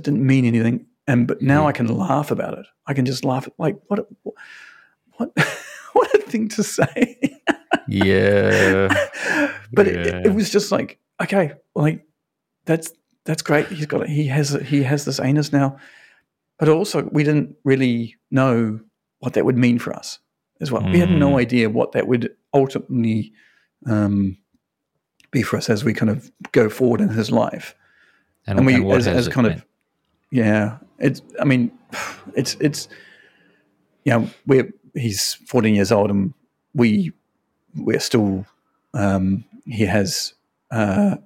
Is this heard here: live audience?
no